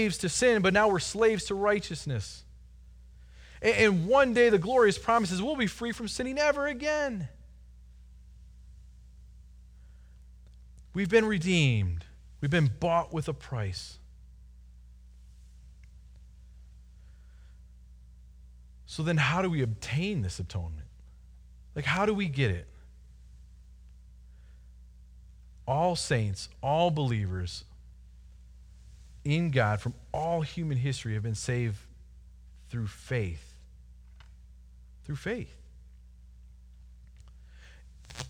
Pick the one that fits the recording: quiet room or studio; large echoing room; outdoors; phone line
large echoing room